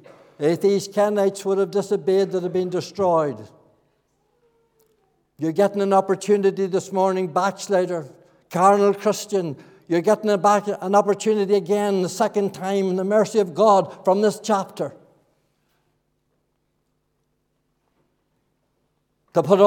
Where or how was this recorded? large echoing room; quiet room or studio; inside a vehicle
large echoing room